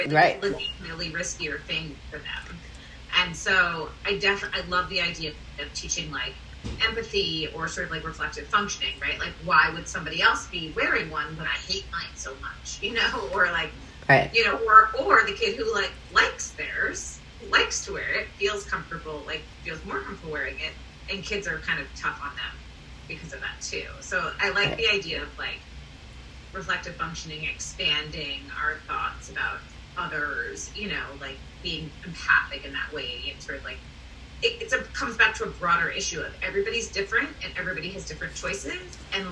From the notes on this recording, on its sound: We decided to hit record right on my iPhone. This episode is a little different - it's raw, unfiltered and unedited.